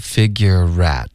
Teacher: figure 跟 at 我们要连读， figurerat，有一个 rat 的音连过去了。然后 at 这个字呢，我们弱读这个梅花 at 的音成一个 figure itOK，然后 at 的这个 t 我们省略，所以这个字很可怜。at t 的音省了一半的音省了，另一个音呢，这个梅花 at 我们弱读为一个了，它几乎都已经不存在了，可是还在，老外可以听见这个 figure it， figure at 就发为 figure